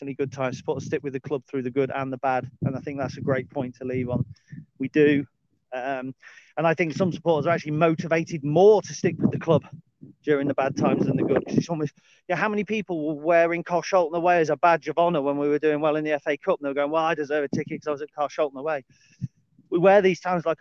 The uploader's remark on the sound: A dog walk video, shifted to audio. Guest appearance by a C130.